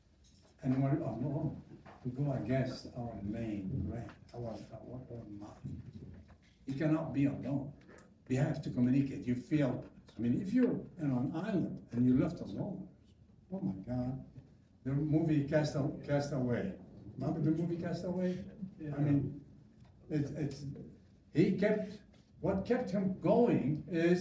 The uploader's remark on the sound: live audio